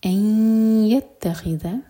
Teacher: ادغام غنہ کے ساتھ، تو میک شور کہ ناک میں آواز جائے اور 2 سیکنڈس کا ٹائم دیں.